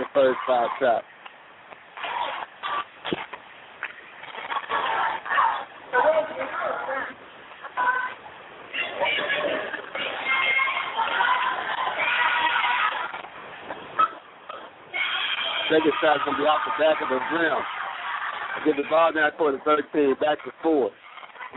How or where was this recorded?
busy venue